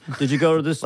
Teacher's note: the lilting Liverpool accent, which always sounds like you're asking a question